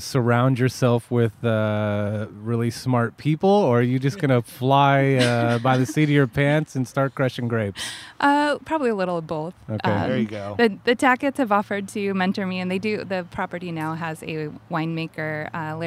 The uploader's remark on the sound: Along with all of her friends from Tennessee, San Diego and Washington at the world famous Rhone Room to hang out and drink some wine.